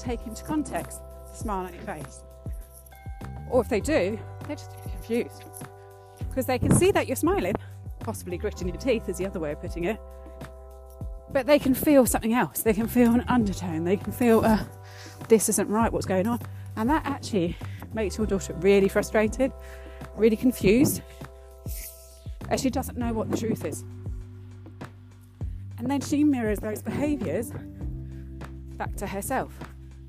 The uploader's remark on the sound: Please excuse the loss of sound during this episode - it was very windy at the top of the fells